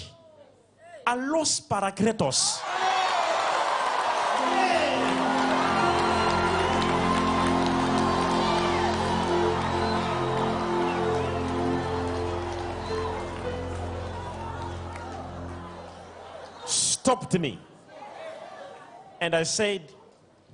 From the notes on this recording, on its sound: LIVE SUNDAY SERVICE